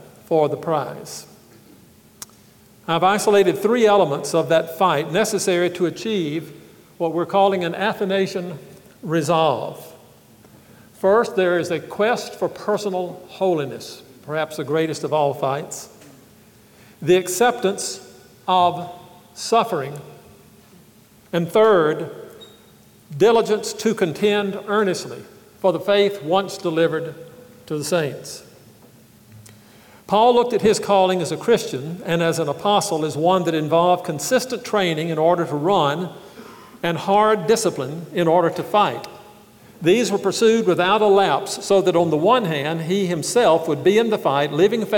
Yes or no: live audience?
yes